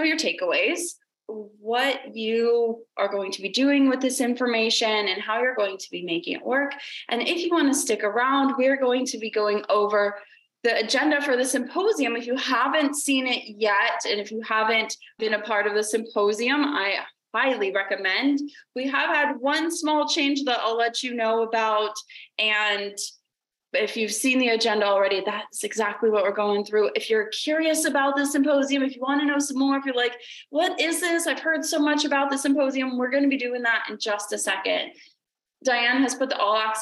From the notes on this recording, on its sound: The replay of the free live training webinar that we held last week. We also have a short Q&A session by the end of the webinar.